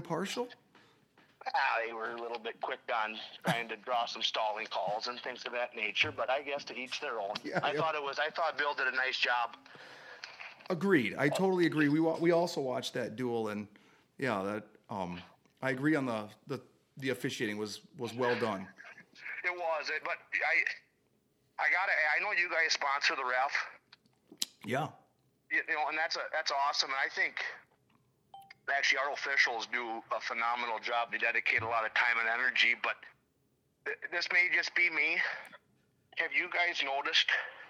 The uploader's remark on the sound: answers a call on speakerphone during recording